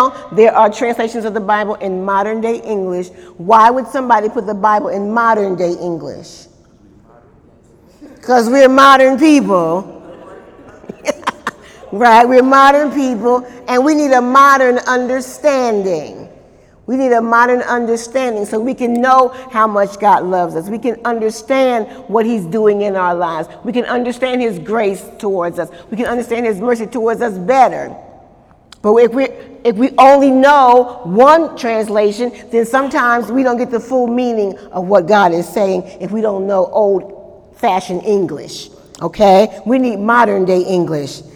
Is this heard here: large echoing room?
yes